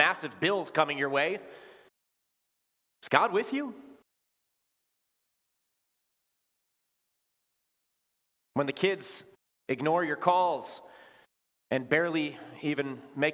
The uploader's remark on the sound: Bethany, Appleton, WI. Preached this sermon at Bethany's Christmas Day worship.